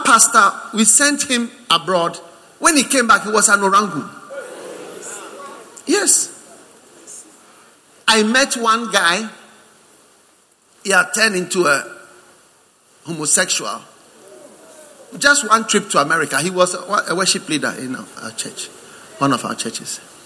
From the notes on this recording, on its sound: Preached at the First Love Center, Accra.